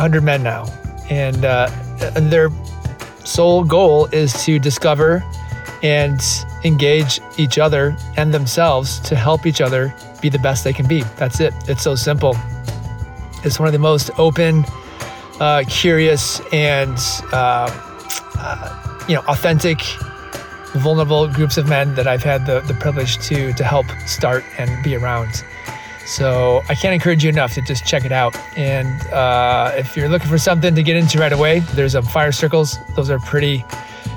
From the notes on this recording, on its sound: Recorded in the bitter cold woods of Indiana.